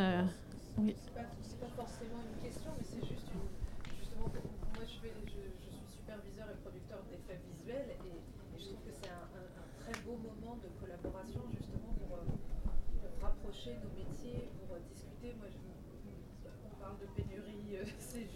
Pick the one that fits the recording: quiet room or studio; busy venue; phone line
busy venue